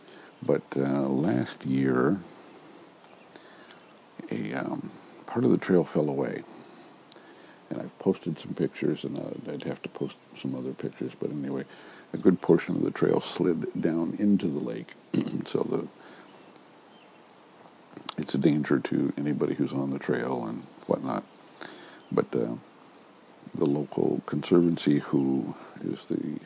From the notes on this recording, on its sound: Recorded early this morning while sitting outside on our deck.